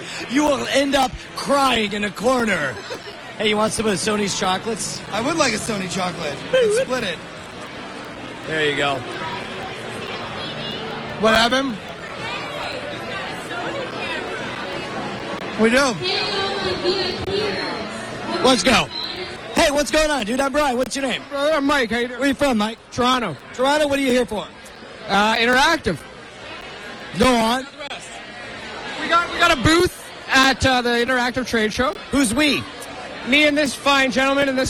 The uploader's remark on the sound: SXSW Sunday's Live Coverage. Live coverage of SXSW Sunday afternoon.